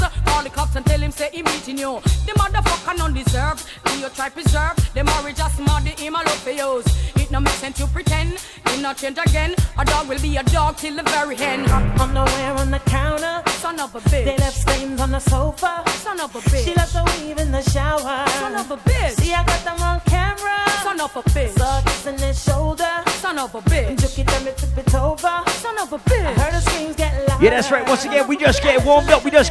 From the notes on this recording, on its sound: LIVE AT ISLAND SATURDAYS ON JAN 21ST